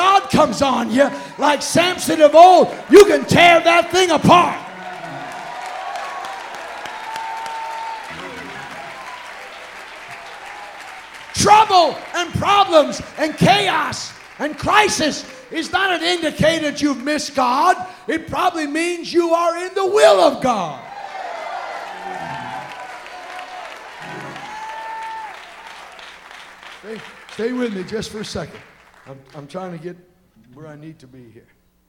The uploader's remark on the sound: Recorded Live: March 8th at EndTime Restoration 2013, Union City, Ca